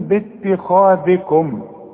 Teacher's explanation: كل الكلمة دي هي ما فيهاش إلا الخاء مفخمة